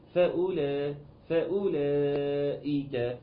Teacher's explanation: بنتقل من الهمزه المضمومه لام المفتوحه على طول